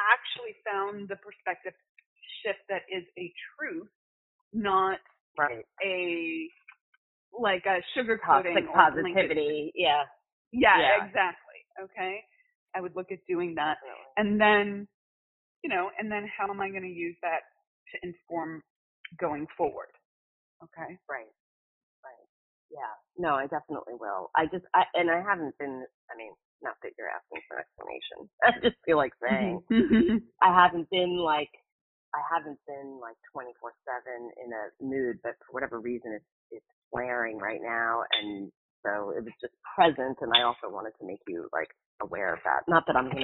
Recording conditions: phone line